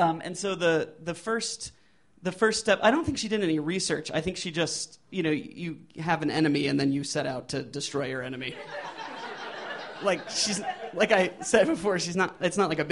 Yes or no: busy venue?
yes